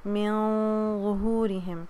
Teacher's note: مزید ناک میں آواز لے کے جائیں گے، تھوڑے سے آپ کے لپس پرک اپ ہوں گے · Term: ہیوی اخفا